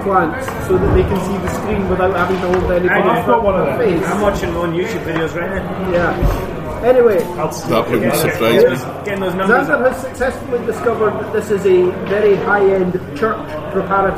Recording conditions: background noise